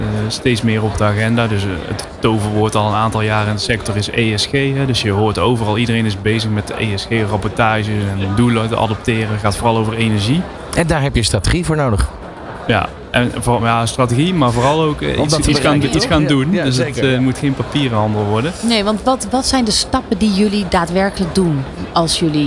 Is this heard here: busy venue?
yes